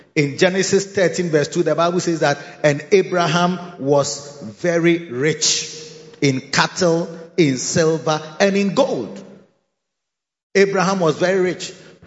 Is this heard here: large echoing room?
yes